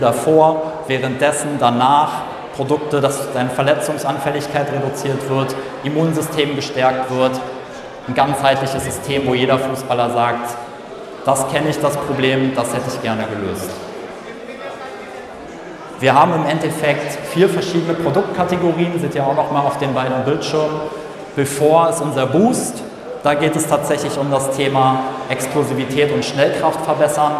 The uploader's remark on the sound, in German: FUMEBA Messe Vortrag. Auf der FUMEBA (Fussball Messe Baden) als Speaker zu Gast und spricht auf der Hauptbühne. Live-Mitschnitt des Vortrags.